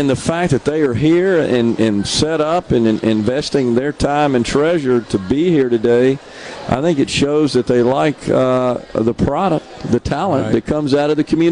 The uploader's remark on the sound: LIVE from The Communiversity in Columbus working with the Governor's Job Fair network for the Lowndes County Job Fair